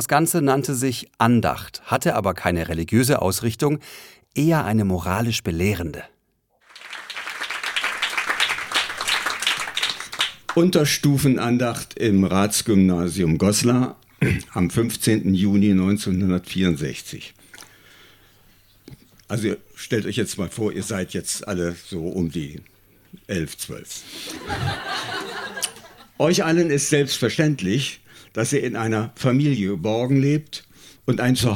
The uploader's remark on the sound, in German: Texte von gestern“-Liveshow. Im Monarch, Berlin. Heißen Dank an den Monarch, unser tolles Publikum.